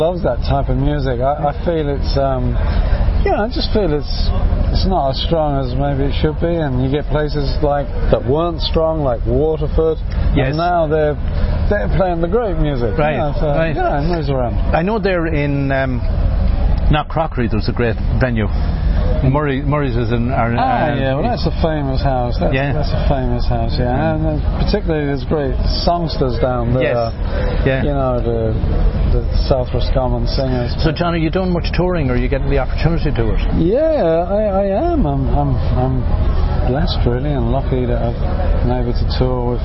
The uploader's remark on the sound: interviews recorded at the All Ireland Fleadh 2017 in Ennis Co Clare